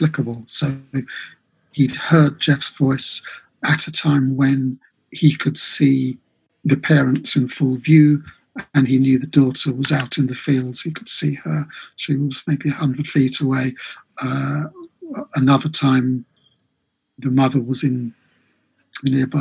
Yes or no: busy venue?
no